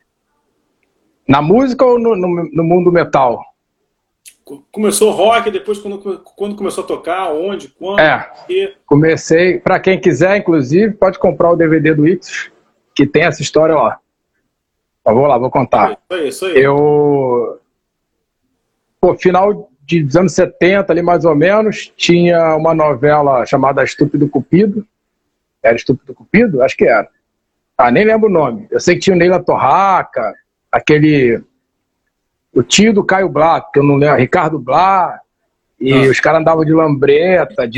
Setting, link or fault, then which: link, video call